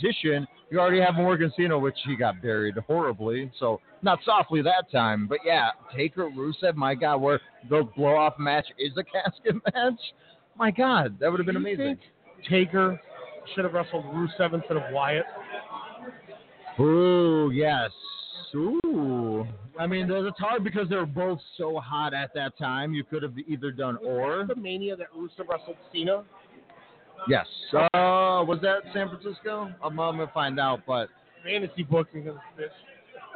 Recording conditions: busy venue